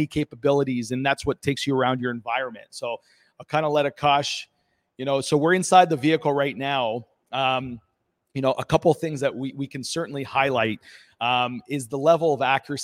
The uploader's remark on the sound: live at Windsor's Automobility and Innovation Centre